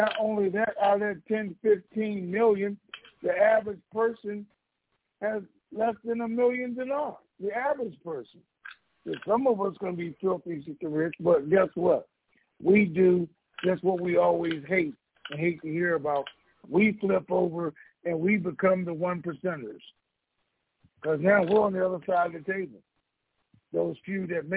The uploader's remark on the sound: TNTSuperfantastic Conference Call.